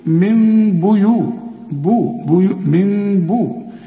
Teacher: وهنا بقى من رسم لمين، بيقول لي لو تسمح اقلب النون لمين لأنها بعدها به، وبيحصل لها إقلاب وإخفاء مع غنة وما تضمش شفايفك